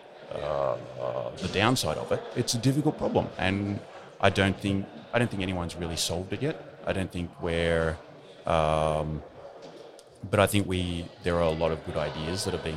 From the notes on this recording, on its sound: It’s one of the episodes that was recorded in the corridor at WordCamp Europe in Berlin this year and so the sound has a little background noise.